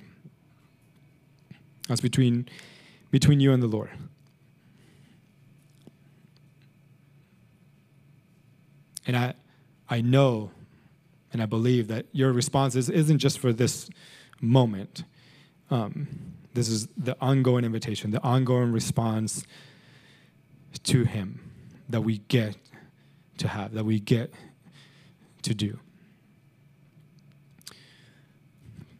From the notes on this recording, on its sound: Recorded sunday evening service at Reunion Hawaii